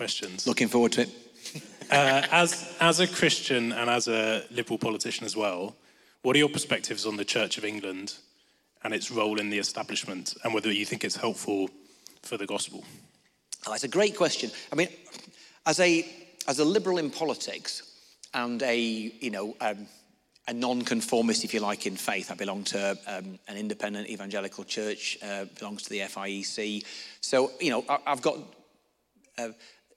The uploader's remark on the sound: answered questions from the audience